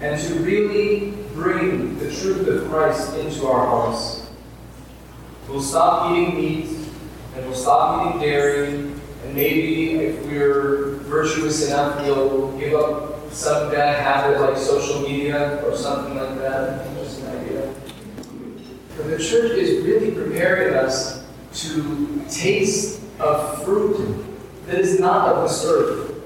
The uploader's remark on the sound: Please forgive the poor quality of the audio.